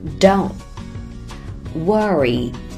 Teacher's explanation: Don't 里的字母 T 可以停一拍不发声